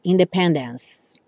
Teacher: como a letra E do final não é pronunciada, você pararia no som do C, independence que é um som de S.